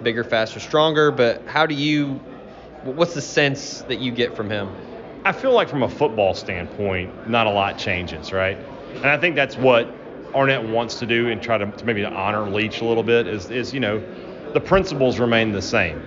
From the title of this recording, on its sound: LIVE! From SEC Media Days